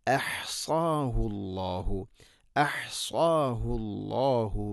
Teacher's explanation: ഹംസ തൊണ്ടയുടെ താഴെ ഭാഗം തൊട്ട് മേലെയാണ് ഹ